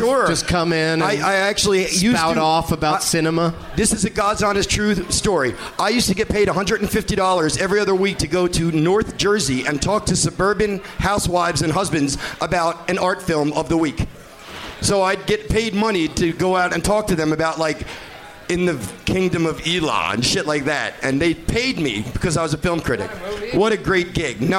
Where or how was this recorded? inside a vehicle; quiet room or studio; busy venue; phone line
busy venue